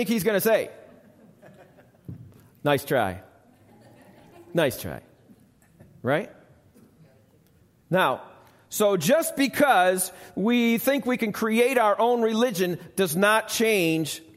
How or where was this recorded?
large echoing room